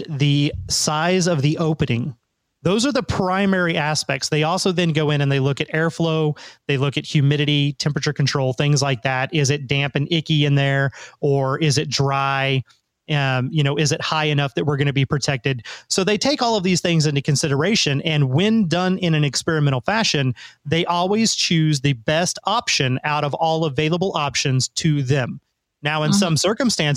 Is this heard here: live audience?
no